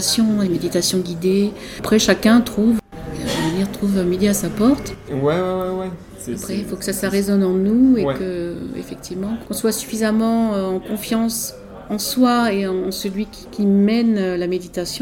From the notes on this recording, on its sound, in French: Emission enregistrée dans mon café préféré de Rodez : LE BROUSSY.